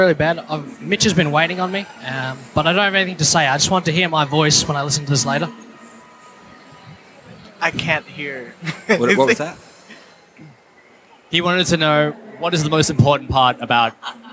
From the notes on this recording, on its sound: Live at Oz Comic Con 2017. Join us for this extended live episode.